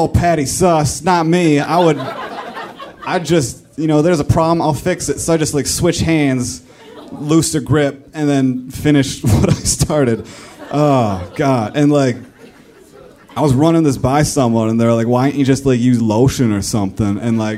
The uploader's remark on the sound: Live From Minneapolis